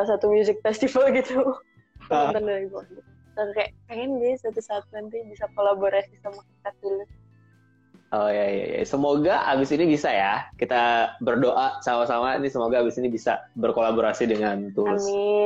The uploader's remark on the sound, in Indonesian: direkam saat sesi Instagram LIVE